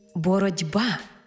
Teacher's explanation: дзвінкий приголосний «б» вплинув на попередній глухий «т» і зробив його дзвінким «д» · Term: уподібнення за дзвінкістю